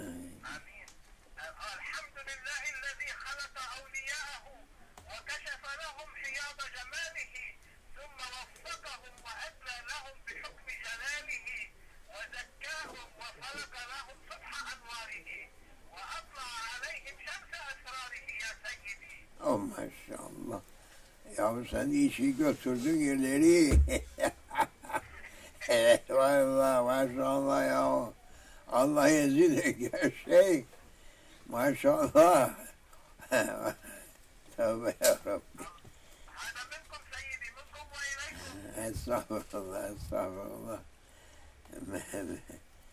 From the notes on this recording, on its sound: Important Phone Conversation. Phone conversation after the main suhbah.